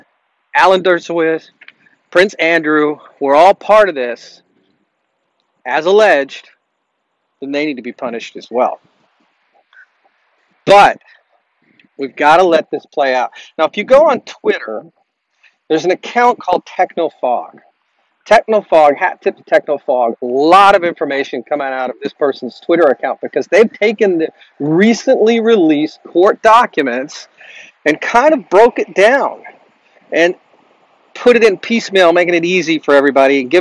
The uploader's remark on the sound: Live from Cocoa Beach. Sorry for the audio on this episode. Recorded this remote while in Cocoa Beach, FL.